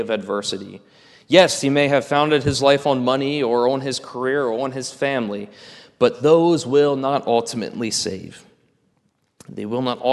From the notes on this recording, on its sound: This is a sermon recorded at the Lebanon Bible Fellowship Church in Lebanon, PA during the evening worship service